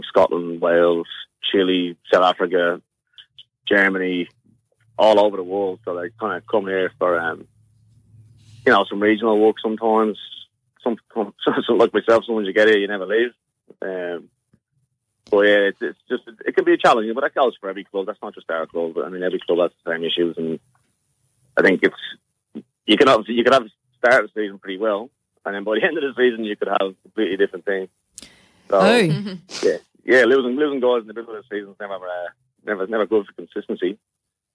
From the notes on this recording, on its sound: In the studio the Team this week will be State Dream Team Defender. Talking football with the Team and bringing you the latest news are these guests live on the phone.